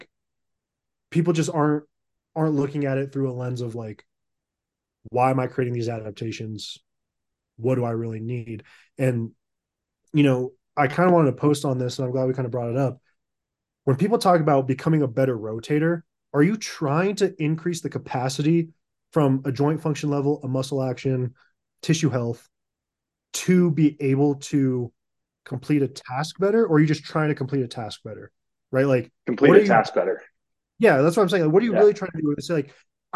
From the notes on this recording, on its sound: Hopped on a Zoom. The last 40 minutes of this Zoom was not recorded. I will not use my Airpods as a mic next time.